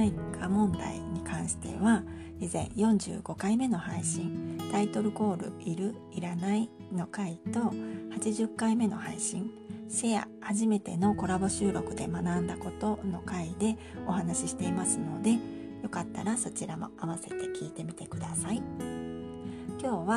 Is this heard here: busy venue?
no